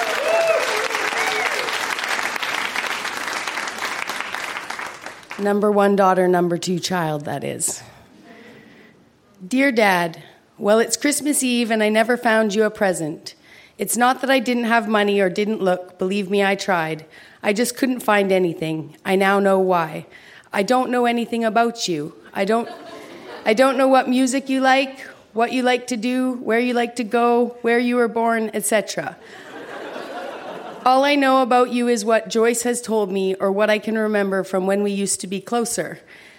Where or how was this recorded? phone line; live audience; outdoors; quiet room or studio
live audience